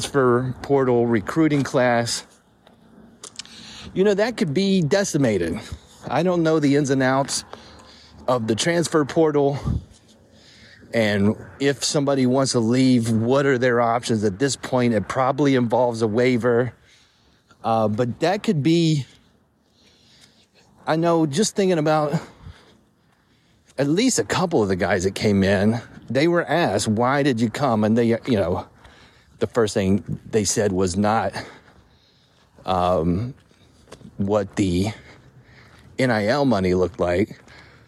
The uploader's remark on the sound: I recorded this a few minutes after the news came out while walking the streets of Nitro, West Virginia.